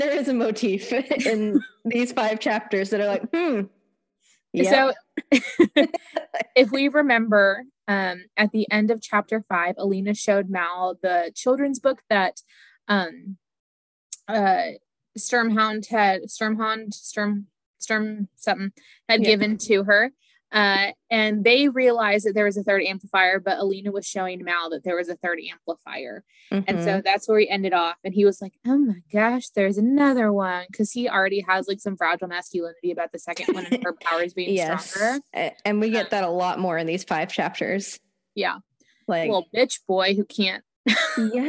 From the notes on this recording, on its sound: We also record over Zoom for the first time this week, so give us some grace for any odd audios